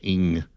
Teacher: the ng comes out your nose